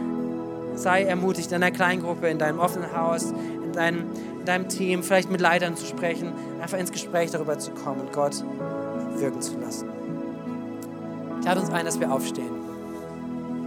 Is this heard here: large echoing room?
yes